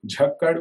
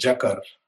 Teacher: When it is borrowed into Persian, it is changed to the word jakar. The aspirate is dropped, the retroflex sound is replaced by the nearest Persian sound. · Shown in: second take